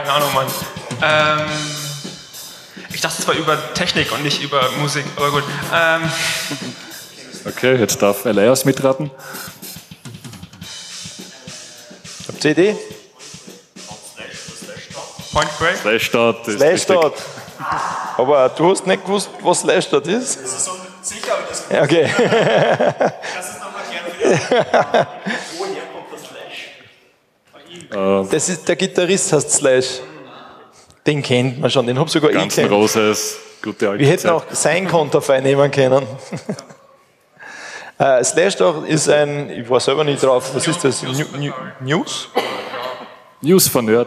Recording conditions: live audience